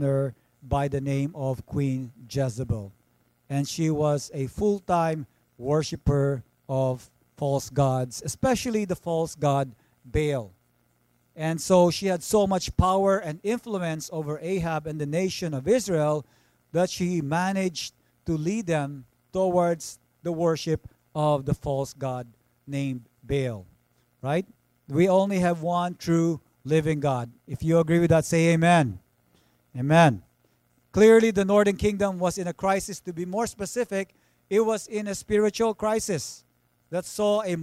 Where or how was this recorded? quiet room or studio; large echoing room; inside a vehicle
large echoing room